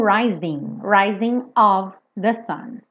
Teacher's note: Um G numa palavra com ING não é pronunciada. São pouquíssimos sotaques no mundo que pronunciam esse G.